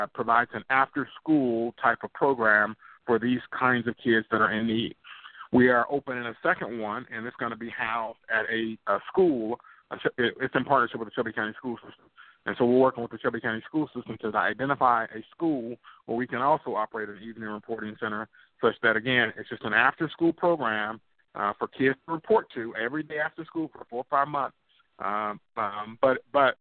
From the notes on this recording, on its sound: a live call in lifestyle show